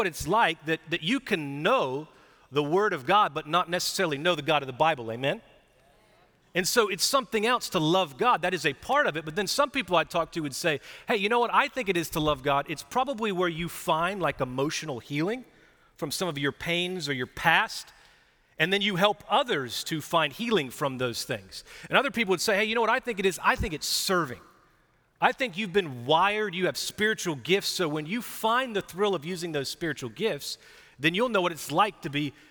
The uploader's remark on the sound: Recorded live at Brookwood church on 4.16.2023